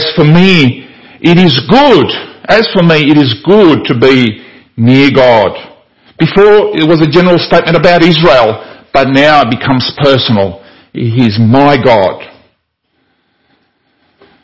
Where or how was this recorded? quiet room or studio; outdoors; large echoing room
large echoing room